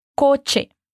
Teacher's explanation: Coche, com o O fechadinho, como na palavra ovo. Co. Repete aqui comigo.